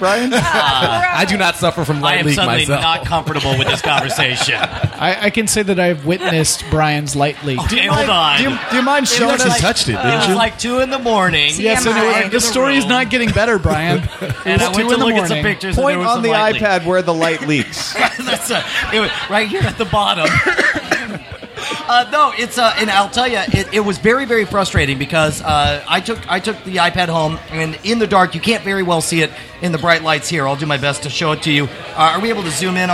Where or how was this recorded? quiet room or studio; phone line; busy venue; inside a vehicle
busy venue